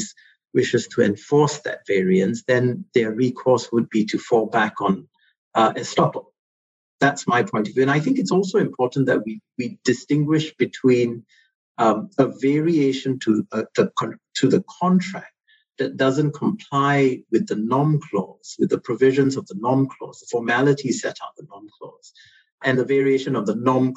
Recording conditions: video call